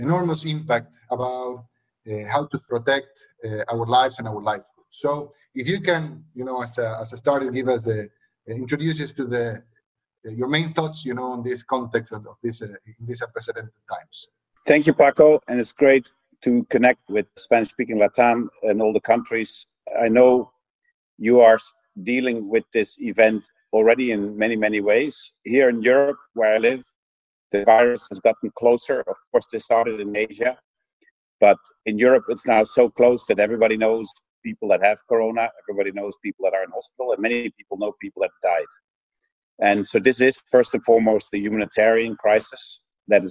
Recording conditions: video call